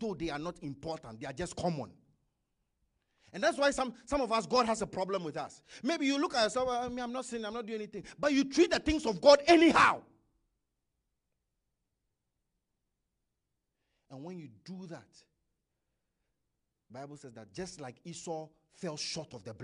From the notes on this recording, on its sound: Message preached at ICGC Toronto Assembly.